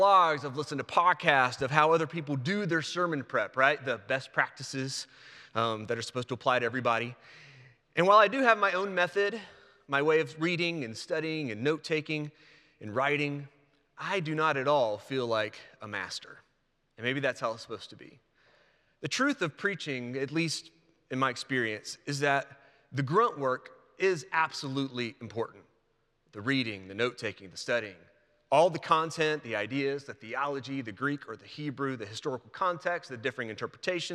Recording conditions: large echoing room